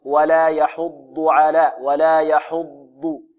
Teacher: عندنا كلمة يحض كلها مرققة إلا الضاد، الضاد مفخمة فقط، والضاد هنا مشددة، ولا بد من نطقها ضادا وليست ضاء.